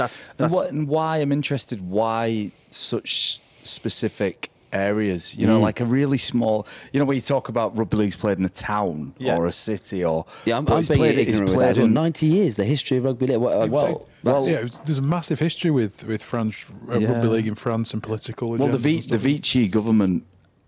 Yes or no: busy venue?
yes